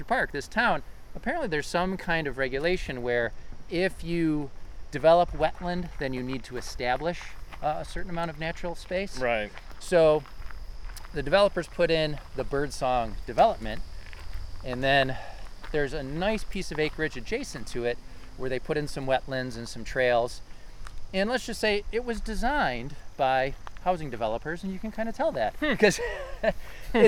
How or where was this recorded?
outdoors